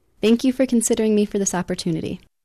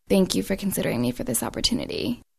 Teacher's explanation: There's kind of that creak or growl to the speaker's voice. · Shown in: second take · Term: vocal fry